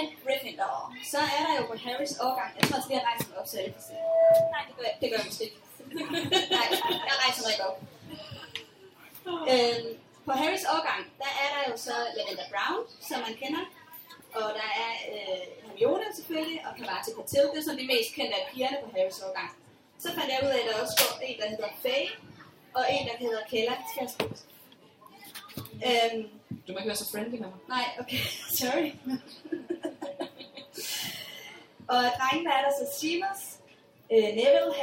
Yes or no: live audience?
yes